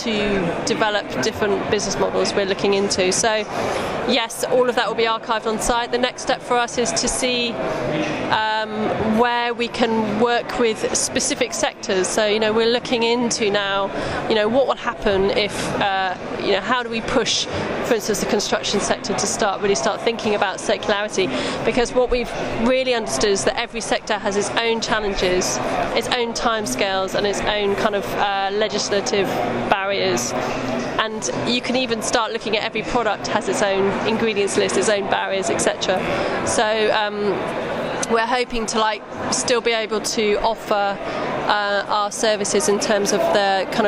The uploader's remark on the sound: Out of the studio and on location this week for Resource Event at Excel, London